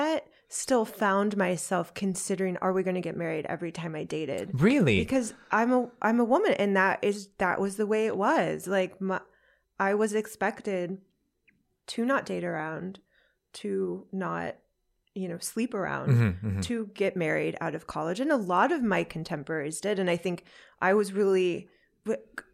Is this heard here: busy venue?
no